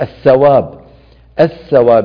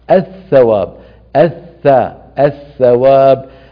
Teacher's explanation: هذا هو موضوع الثاء والذال. الثاء بعض العاميات تحولها إلى سين · Shown in: first take · Term: بالسين